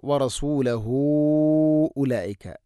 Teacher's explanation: മുൻഫസ്സിൽ പോലെ നാലോ അഞ്ചോ ഹർക്കത്ത് വരെ നീട്ടാവുന്ന മദ്ദാണ് വറസൂലഹു ഉലൈക. ഹ ഉ ദമീറിന് ശേഷം ഹംസ വരുമ്പോഴുണ്ടാവുന്ന മദ്ദാണത്.